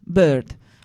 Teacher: E per esempio anche la parola bird, uccello, in inglese ha una schwa che rappresenta però un nucleo sillabico lungo centrale, questa E, bird, anche se è una I, bird.